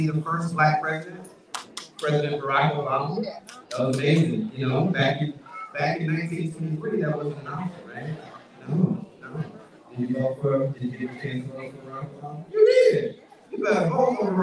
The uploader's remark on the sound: Audio is not great